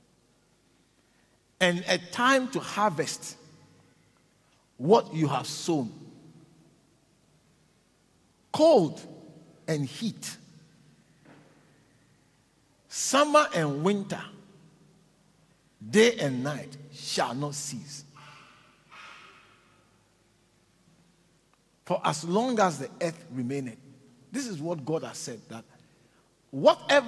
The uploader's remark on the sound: preached at the Living Waters Cathedral in Randburg